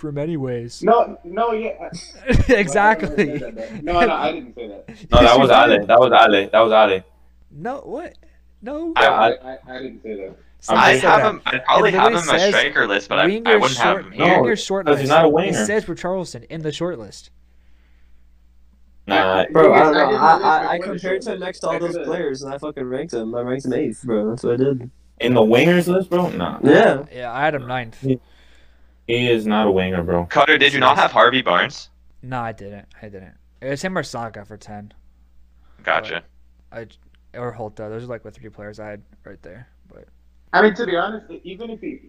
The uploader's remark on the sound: We had some technical issues and we apologize for that.